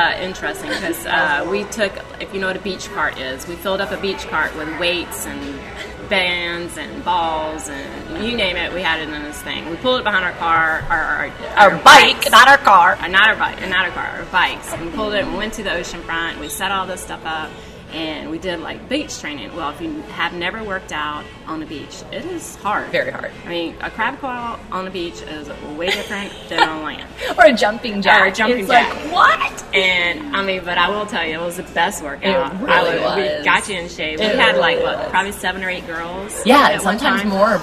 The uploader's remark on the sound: We’re a little echoey because we are in a hotel lobby at the largest conference either of us had ever been too